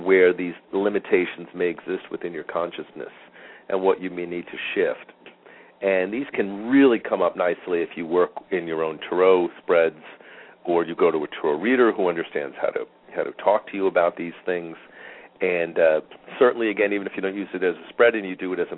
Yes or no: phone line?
yes